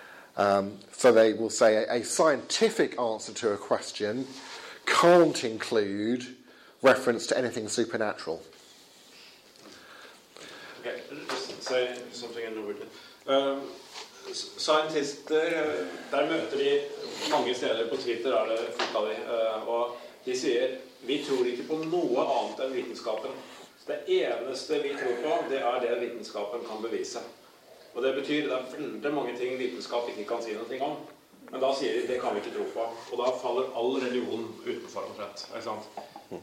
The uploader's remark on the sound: Session delivered November 21st 2016 at The Highbury Centre in London for Norwegian Folk School Students.